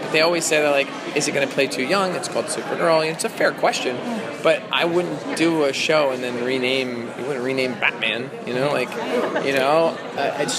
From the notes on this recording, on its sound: Taped at San Diego Comic Con.